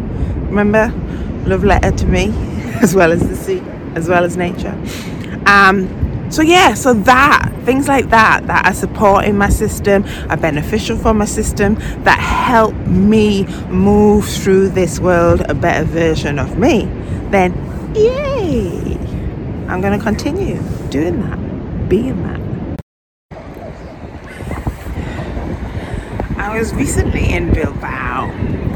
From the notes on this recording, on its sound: while walking the North-East coast and taking you along with her